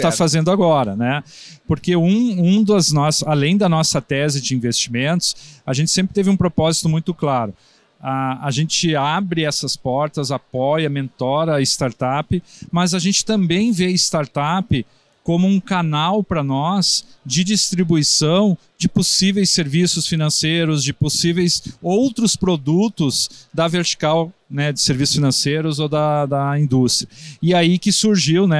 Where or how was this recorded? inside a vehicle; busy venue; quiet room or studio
busy venue